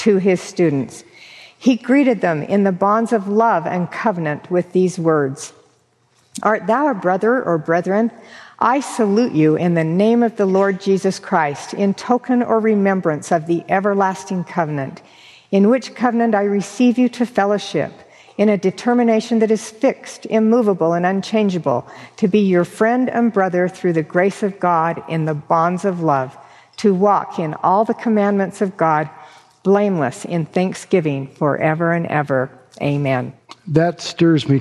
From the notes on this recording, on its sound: delivered this forum address on October 31, 2023